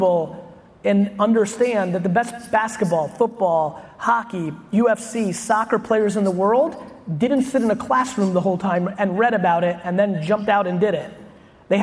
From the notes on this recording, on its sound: SkySprout Keynote. Keynote from a talk I did in Columbus, Ohio on July 16th. Thank you SkySprout for hosting such a great event, a lot of great Q&A about 30 minutes in.